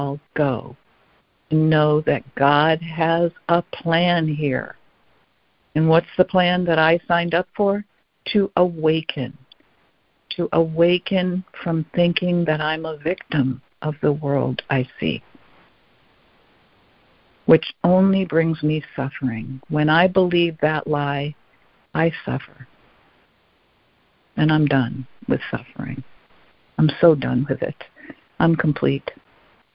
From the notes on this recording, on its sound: ACIM Daily Conference Call